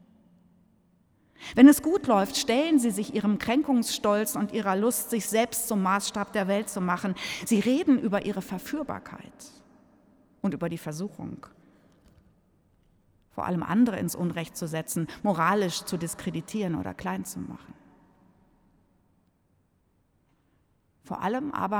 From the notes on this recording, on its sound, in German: In der Reihe der Fastenpredigten 2024 im Hildesheimer Dom